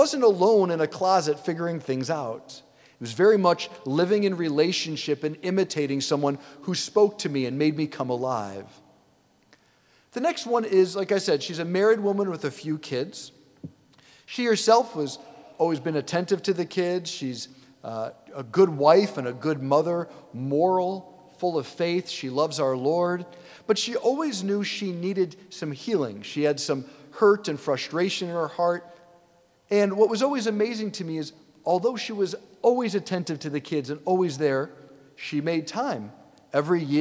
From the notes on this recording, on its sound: preached this homily on October 29, 2023 at St Basil the Great Catholic Church in Brecksville, OH